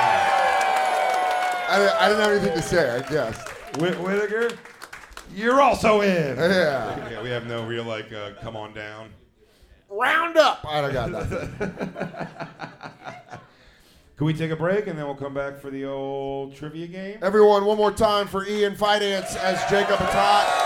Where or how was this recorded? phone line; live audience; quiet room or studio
live audience